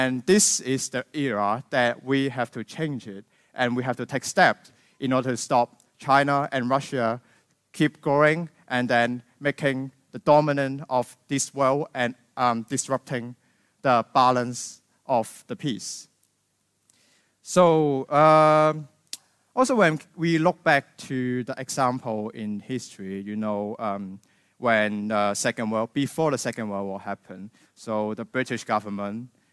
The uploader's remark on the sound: This episode is a recording from Weekend Kapitalizmu - celebration of freedom, independence and good business; three days of lectures, debates and film screenings.